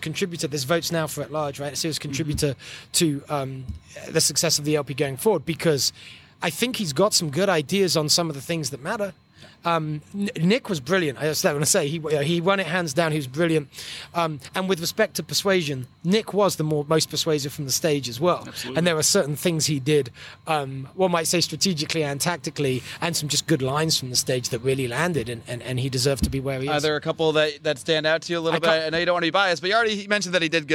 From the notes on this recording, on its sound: live from the LNC in NOLA!